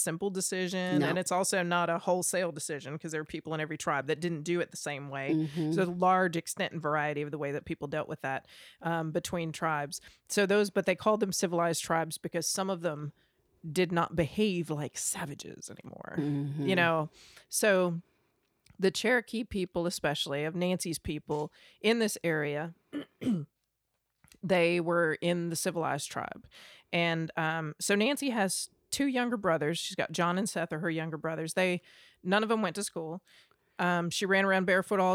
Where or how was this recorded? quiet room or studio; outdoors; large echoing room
quiet room or studio